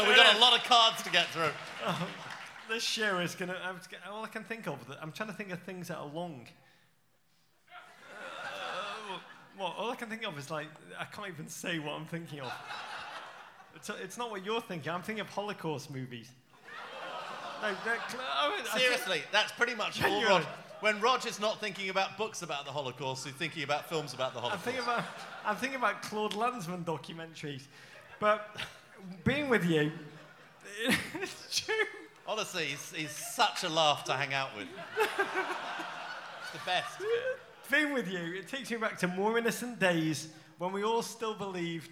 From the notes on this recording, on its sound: Live in Brooklyn. Live from the Music Hall of Williamsburg in Brooklyn.